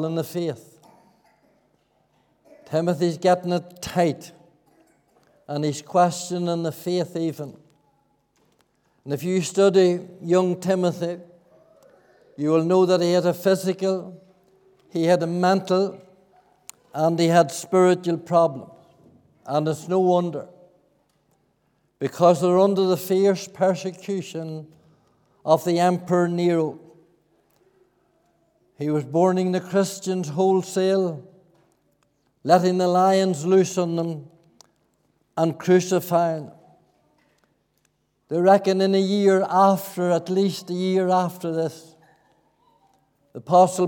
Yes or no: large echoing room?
yes